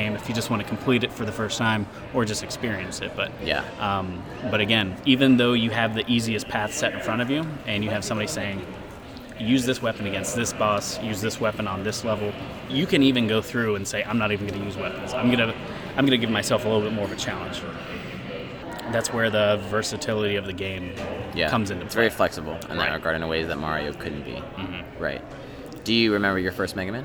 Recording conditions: busy venue